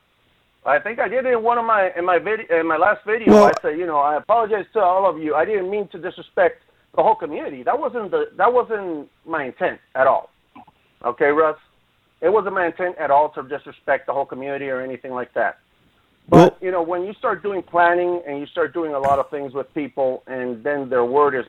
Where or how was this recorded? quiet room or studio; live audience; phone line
phone line